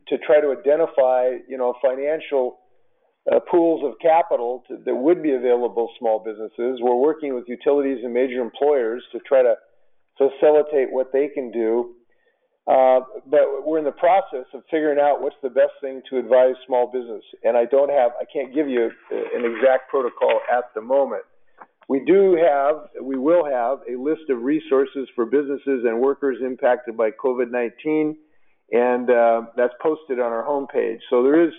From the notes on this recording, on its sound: COVID-19 Employer Conference Call.